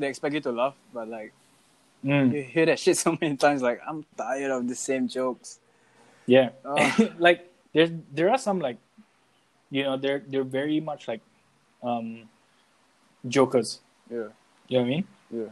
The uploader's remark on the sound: This episode was a mess because of the audio cuts.